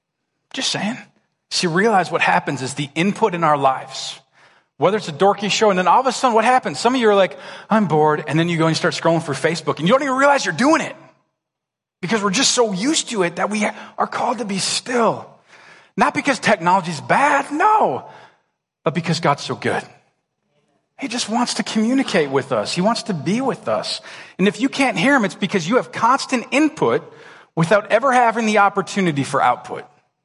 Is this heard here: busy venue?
no